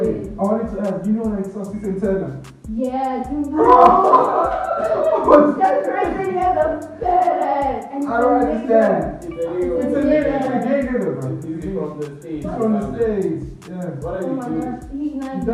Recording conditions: poor sound quality